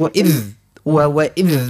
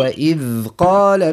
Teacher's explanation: لكن نقولوا وإذ ذا الحرف رخوي، يعني جريان الصوت معاه، ما نعملوهوش هكا كأنه مش نقولش وإذ وإذ هكا وننزلوا على اللسان، ما هو طرف اللسان يخرج ما بين الثنايا، نحاول نخليه ياخذ حقه الصوت · Shown in: second take · نقولوا وإذ قال مش و ما نشدهوش برشا يعني كي ننزلوا عليه باش ما نحصروا الصوت ما نخليهوش يخرج.